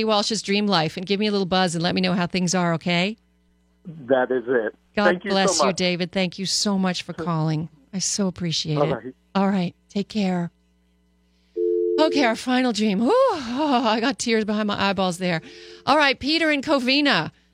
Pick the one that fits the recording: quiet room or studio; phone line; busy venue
phone line